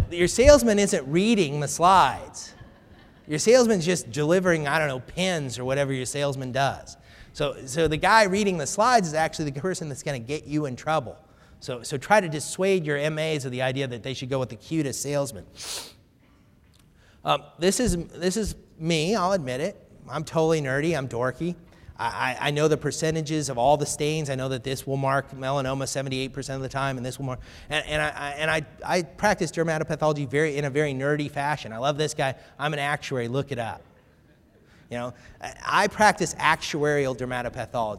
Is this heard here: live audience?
yes